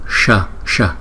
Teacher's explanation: Chữ S có dấu sắc trên đầu, chúng ta phải đọc cong lưỡi lại.